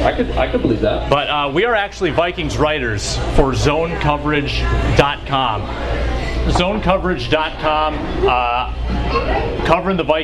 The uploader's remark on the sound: Live From Bonfire in Mankato!